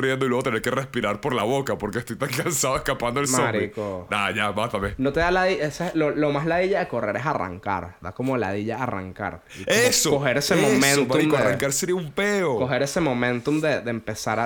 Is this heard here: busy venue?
no